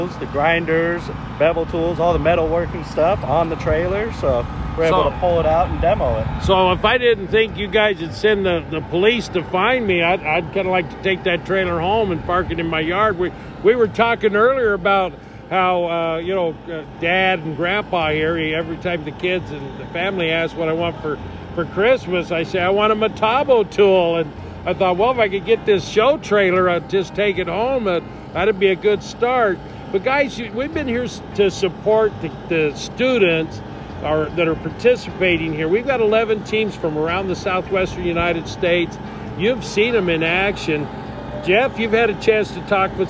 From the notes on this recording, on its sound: Welding Thunder at West-MEC. At WWB Welding Thunder 2021.